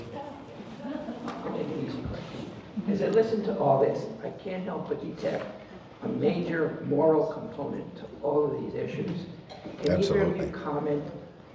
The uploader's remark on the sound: This is my live presentation to an audience in Phoenix AZ